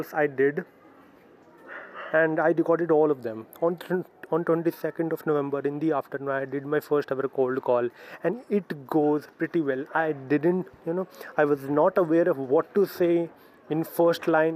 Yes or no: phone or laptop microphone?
yes